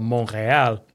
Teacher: if I were like speaking French, I would say like it's a nasalized vowel